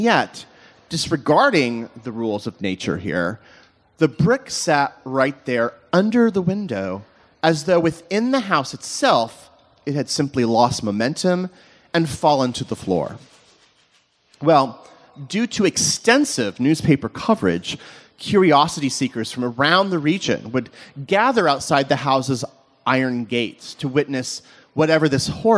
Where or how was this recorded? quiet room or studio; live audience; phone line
live audience